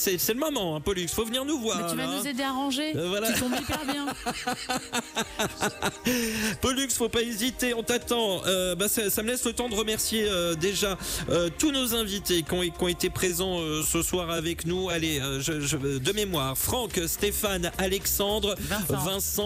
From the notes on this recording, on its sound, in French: Étaient à l’arrivée de la caravane Renault Trucks, pour une émission en direct d’un distributeur/réparateur, Bayi Trucks, au sud de la ville.